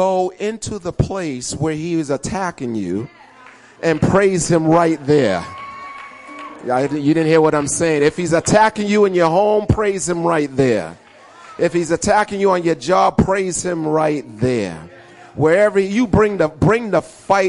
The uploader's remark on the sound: Recorded on 2016-03-20 at the 08:30am Service